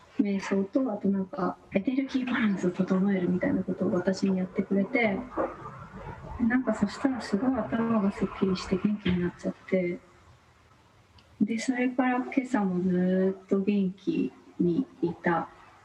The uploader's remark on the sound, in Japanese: 本収録は ビデオ通話にて。一部聞き取りづらい箇所があります。